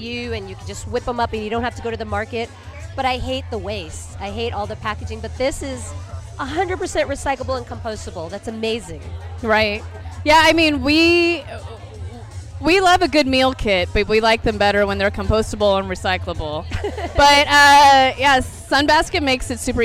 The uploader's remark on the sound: We're recording LIVE from the That's What She Said monthly event created for womxn by womxn in the heart of the Fillmore district of San Francisco. At the bar of The Social Study.